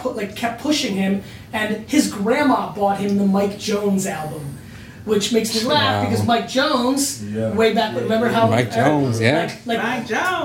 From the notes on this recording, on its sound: We had some audio equipment issues which is why you'll hear it a little different throughout the episode.